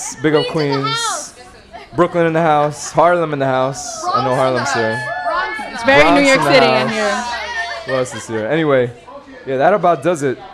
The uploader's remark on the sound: Originally broadcast live on June 13, 2016 from the storefront of The Late Late Bar on Houston Street in New York City.